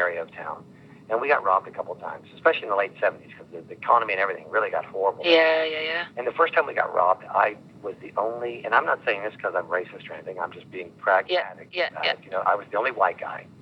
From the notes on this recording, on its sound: by phone in 2002